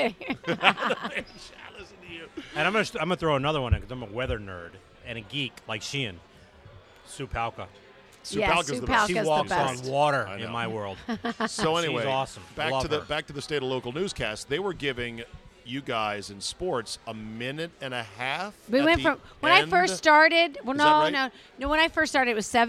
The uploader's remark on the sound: Recorded at DC Prime Steakhouse in Ashburn, VA.